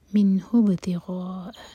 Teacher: منہ کے بعد حمزۃ الوصل جو پروناؤنس نہیں ہوگا، ہا کو با سے جوڑیں گے. منہ ابتغاء، بابر قلقلہ، غا چار حرکہ لمبا.